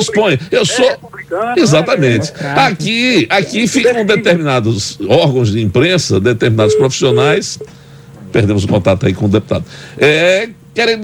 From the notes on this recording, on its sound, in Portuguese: Entrevista na Nova Brasil Aracaju - 93.5 FM. Conversou por telefone.